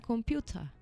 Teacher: Y el británico diría computer. La última R no la pronuncia. Ah, y ahí suena más francés también.